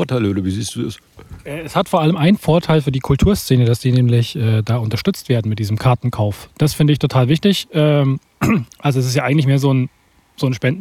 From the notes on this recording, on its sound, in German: Und alles live! Wir haben ihn in seinem Garten besucht. Außerdem dabei: Ketchup am Mikrofonkabel, allerhand Qualm aus dem Grill, Schlüsselgeklapper und Vogelgezwitscher.